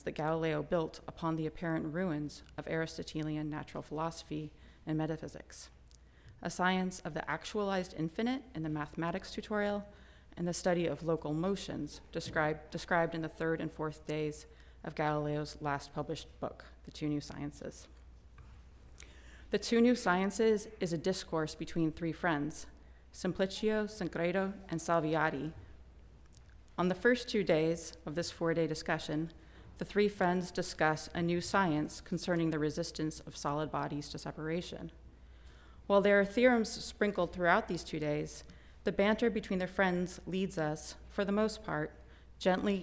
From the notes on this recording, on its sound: Recording of a lecture delivered on February 24, 2023. As part of the Formal Lecture Series.